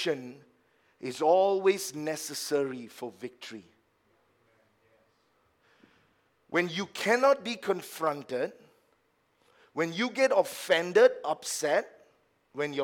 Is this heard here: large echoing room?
yes